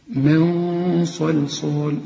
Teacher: الغنة هنا هتفخم علشان الصاد مفخمة